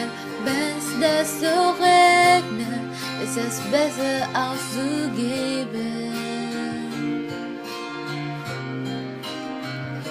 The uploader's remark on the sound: Recorded by voicememo iphone4s.